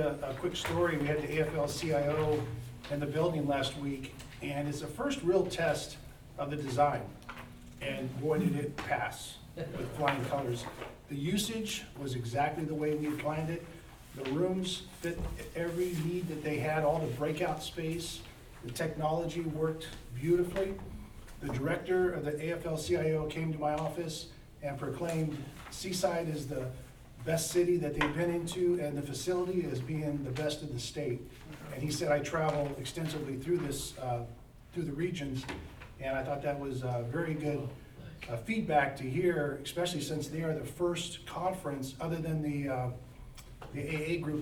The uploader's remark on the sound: Live recording of Seaside City Council meeting, September 23.